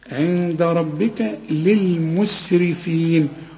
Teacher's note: كل الحروف دي مرققة بما فيهم الراء لأن الراء مدام مكسورة مرققة